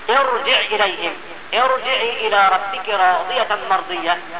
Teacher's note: فإن الراء تفخم عندئذ لأنها أتت ساكنة بعد كسر عارض. وقد ذكرت قبل ذلك أن الكسرة لا بد أن تكون أصلية وأن تكون متصلة بالراء في كلمتها، وهذا معنى قوله وبعد كسر عارض أو منفصل.